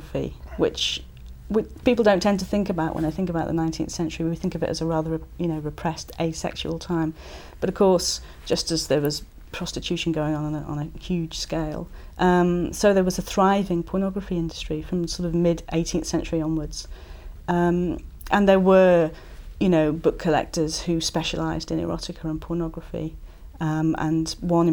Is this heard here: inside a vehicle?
no